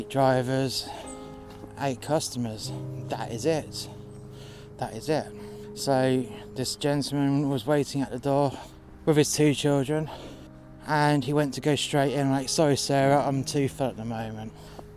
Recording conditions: outdoors